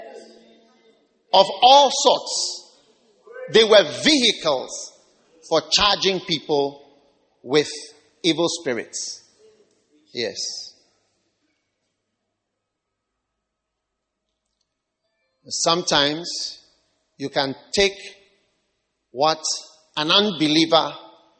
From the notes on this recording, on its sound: Preached at the Wisdom Impartation Service